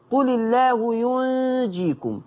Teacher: الكلمة الثانية قل الله ينجيكم، الآية اللي بعدها قرأها ورش بتخفيف النون، يعني بقت نون ساكنة، فلما تبقى نون ساكنة وراها جيم تخفى إخفاء حقيقي